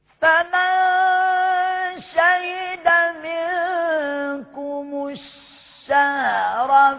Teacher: الشين فيها صفة عجيبة وغريبة وفريدة اللي هي التفشي